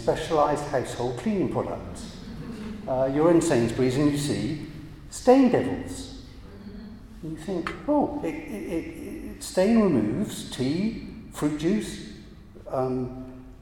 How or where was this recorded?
large echoing room